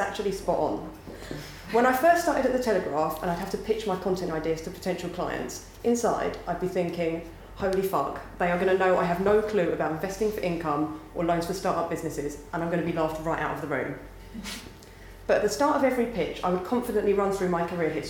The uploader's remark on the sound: Recorded live at the 9% Event in Brighton.